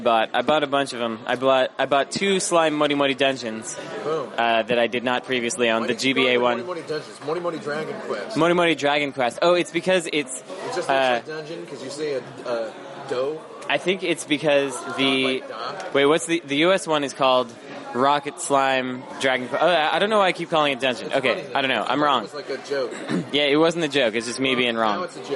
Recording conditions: outdoors